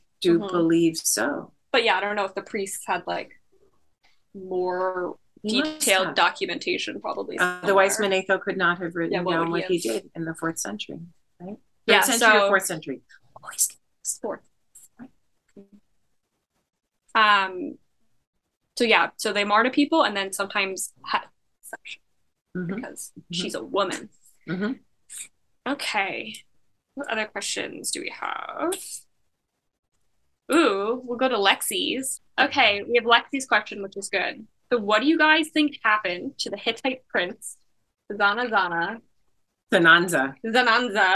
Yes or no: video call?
yes